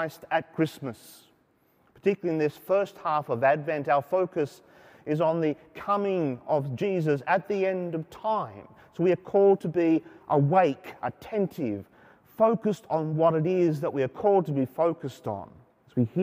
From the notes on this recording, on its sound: Saturday Evening Mass from Sacred Heart Cathedral, Hamilton.